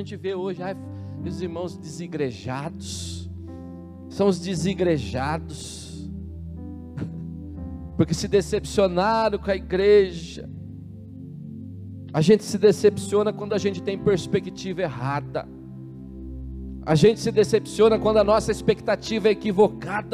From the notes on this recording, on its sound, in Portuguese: na Igreja ABA Curitiba (Transmitido ao vivo)